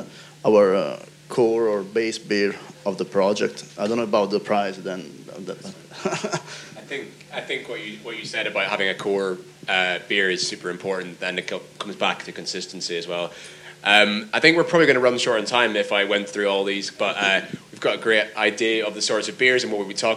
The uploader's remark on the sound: Our final panel talk from FyneFest 2019. Thanks again to Fyne Ales for having us.